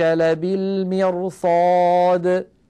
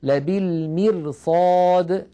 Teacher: مثلا خذوا قوله تعالى إن ربك لبالمرصاد، وقد مرت معنا هذه الآية الكريمة في جزء عامة، لبالمرصاد، تأملوا هذه الراء تجدونها راء ساكنة قبلها مكسور وبعدها صاد مفتوحة، والصاد كما مر معنا من حروف خص ضغط انقاذ، فالراء تتفخم تأثرا بجارتها الصاد المفخمة · Shown in: first take